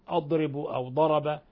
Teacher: مخرجها من الحافة مع ما يلي من الأضراس العليا مع استطالة في المخرج · Term: الضاد